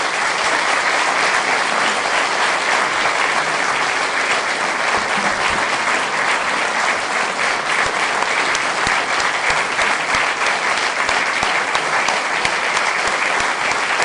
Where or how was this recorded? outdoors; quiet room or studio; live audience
live audience